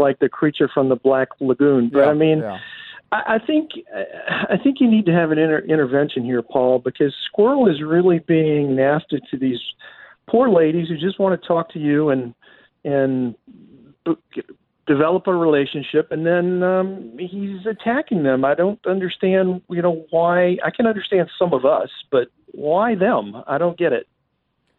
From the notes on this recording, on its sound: an hour of your phone calls